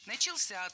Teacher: Ударение в этом слове падает на возвратную часть «ся». Начался. И у нас на очереди еще один популярный пример.